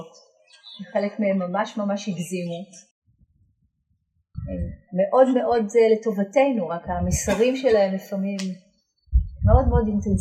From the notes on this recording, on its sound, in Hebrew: שימו לב שאיכות ההקלטה בינונית. ההקלטה שוחזרה ועובדה בדרך נס.